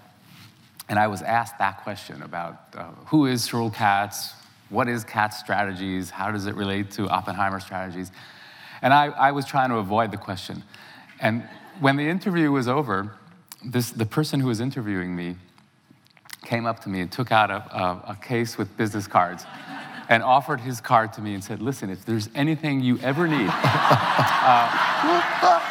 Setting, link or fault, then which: setting, live audience